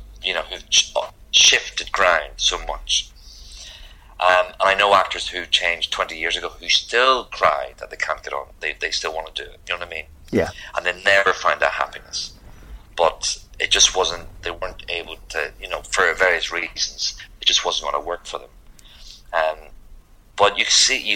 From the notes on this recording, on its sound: Recorded via FaceTime or Skype or something - NYC to SW16.